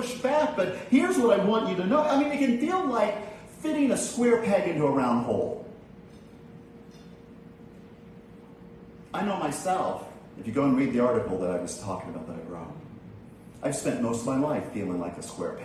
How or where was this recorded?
large echoing room